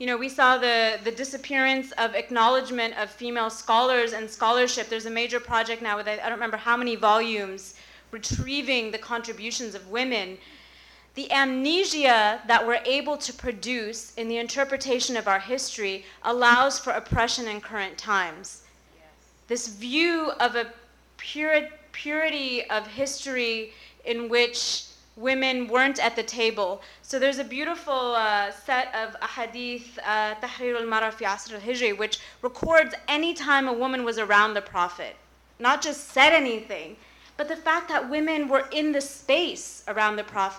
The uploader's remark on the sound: 1st Annual Co-Ed Iftar & Qiyam. During the banquet portion of the night, the floor was opened to a Q&A discussion circle, giving the men and women in attendance a chance to speak to the group.